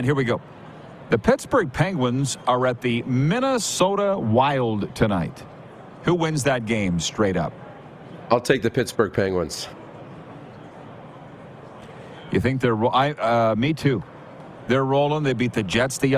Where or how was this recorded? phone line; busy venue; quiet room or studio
busy venue